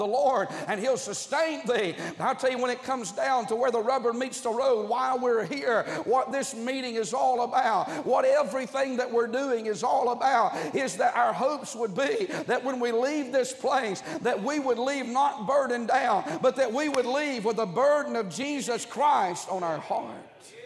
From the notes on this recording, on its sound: during the Wednesday Morning service of the 38th Annual National Pastors' & Workers' Conference in Santa Clara, California